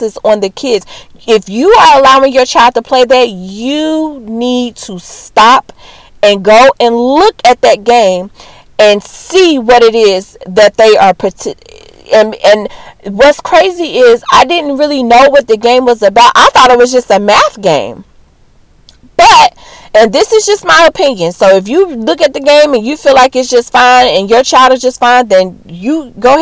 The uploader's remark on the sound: Please forgive the audio issues with this episode. Not sure what the issue is that occurs between recording and mixing.